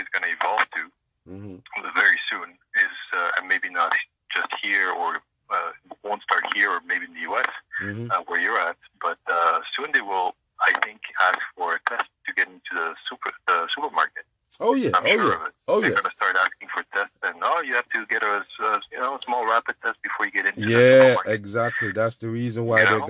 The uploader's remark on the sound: FIRST CALL IN EPISODE